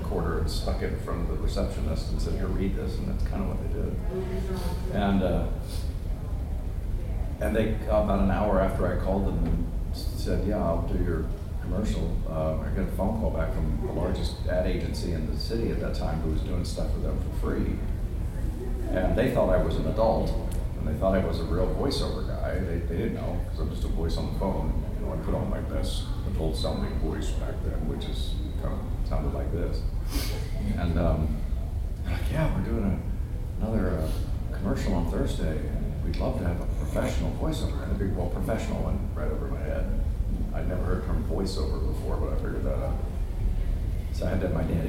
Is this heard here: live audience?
yes